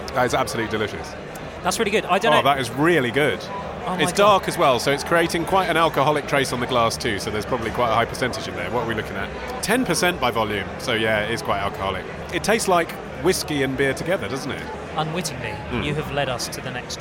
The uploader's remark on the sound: recorded at the Craft Beer Rising festival in London’s East End